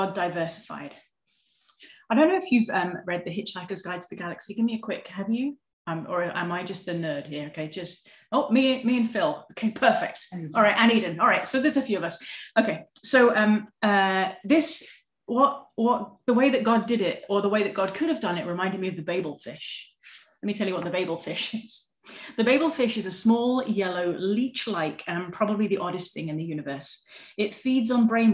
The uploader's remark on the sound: (evening her time), oh the wonders of zoom!